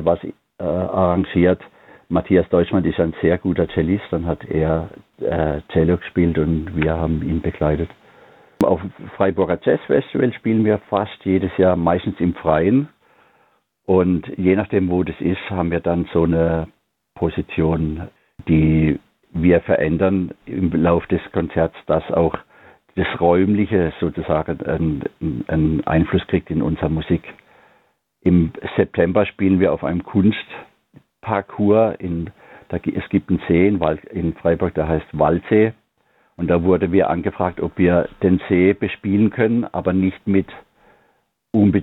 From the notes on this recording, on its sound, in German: HoffART Theater. Die GIGparade ist das Live-Konzert Magazin von Radio Darmstadt für die regionale Musik- und Kultur-Szene Darmstadts. Für aktuelle Infos rund um die GIGs werden die Musiker und Künstler per Telefon direkt in die Sendung zum (Live-)Interview hinzu geschaltet.